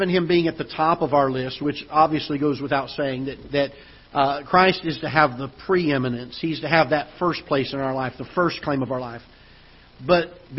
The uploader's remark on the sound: Ketha Heights Baptist Church ~ Live Broadcast.